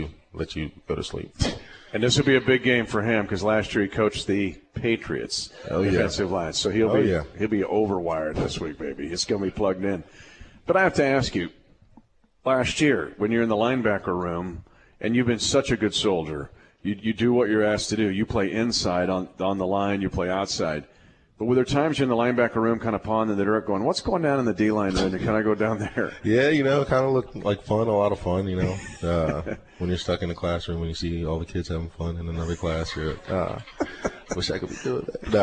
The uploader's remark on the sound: LIVE from Hy-Vee